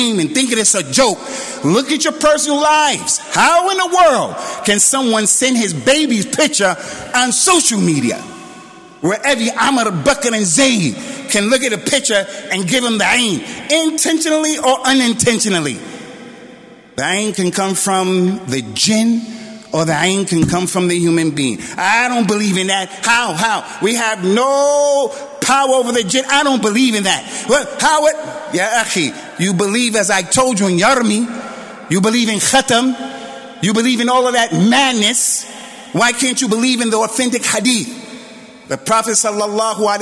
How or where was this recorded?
large echoing room